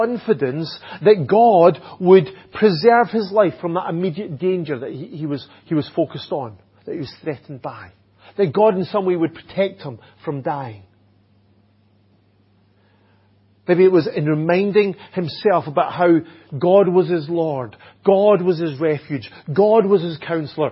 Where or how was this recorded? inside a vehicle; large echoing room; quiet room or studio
large echoing room